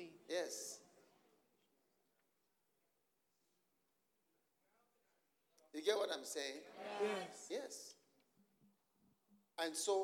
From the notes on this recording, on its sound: Preached at the Use It or Lose It Camp, USA.